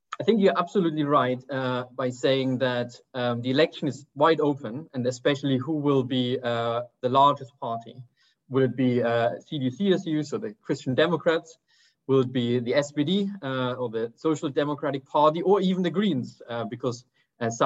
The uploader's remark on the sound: a recording of one of our digital events